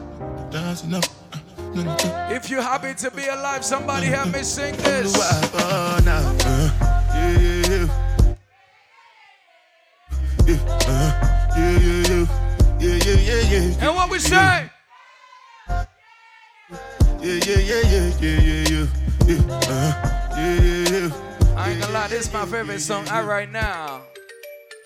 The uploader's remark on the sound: LIVE AT AFROPIANO FULL SET (Every Thursday in atlanta).